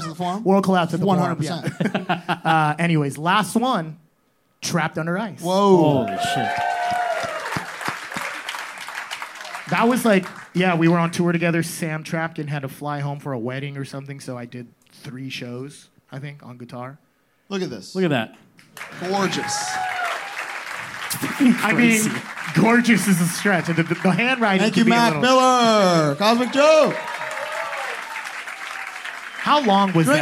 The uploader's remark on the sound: Live at Brain Dead. In the first ever LIVE HardLore in the USA. This 2 hour live special from BRAIN DEAD STUDIOS in Hollywood, California. Everybody in attendance for showing up.